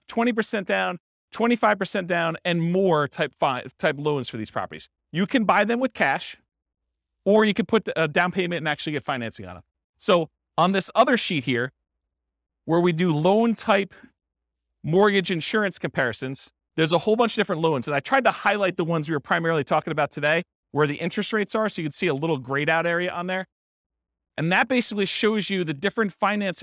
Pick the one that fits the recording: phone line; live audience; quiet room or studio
live audience